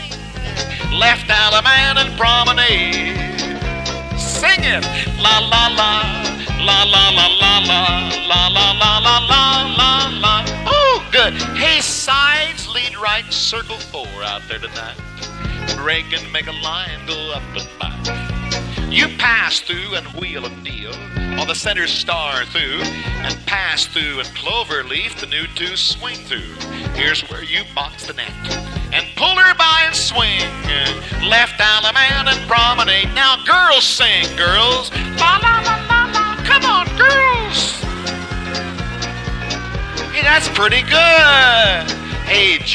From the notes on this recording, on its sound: Live Dance Recording. Recorded at a dance in the Bay Area of California in 1978.